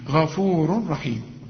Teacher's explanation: ما دام عندك تنوين زي ده غفور وبعد راء ما تغنش، العلماء بيسموه ادغام كامل بدون غنه